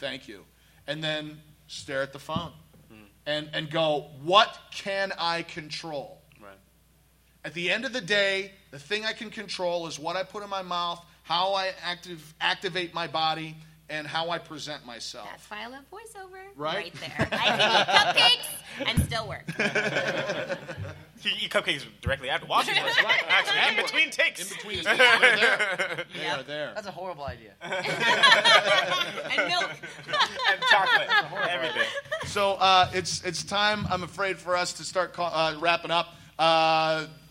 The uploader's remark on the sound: Recorded LIVE at Stan Lee's LA Comicon. With live Q&A.